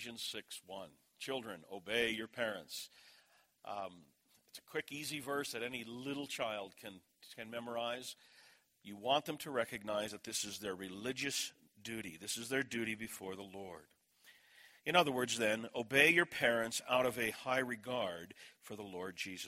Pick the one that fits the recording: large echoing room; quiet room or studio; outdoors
large echoing room